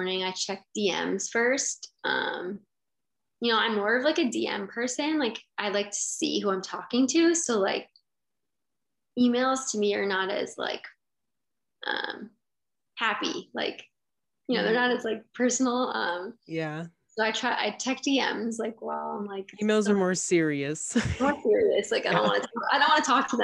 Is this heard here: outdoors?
no